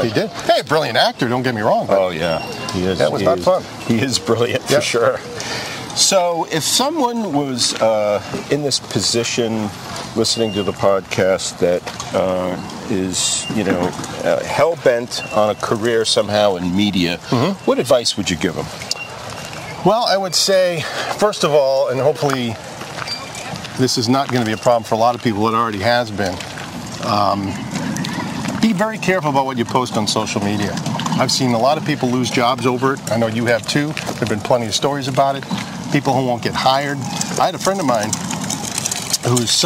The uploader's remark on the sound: walk and talk in Walpole Massachusetts